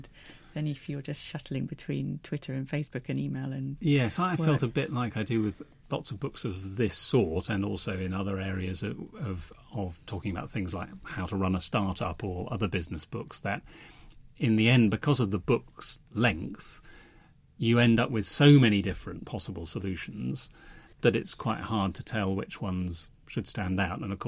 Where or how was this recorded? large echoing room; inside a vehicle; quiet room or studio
quiet room or studio